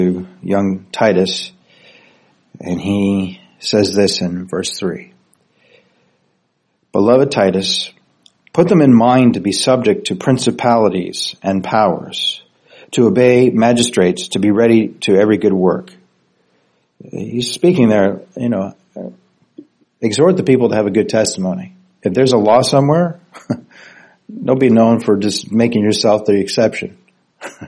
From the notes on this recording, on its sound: Recorded Sunday morning, May 21st, 2023 at Sovereign Grace Church in New Caney, Texas USA.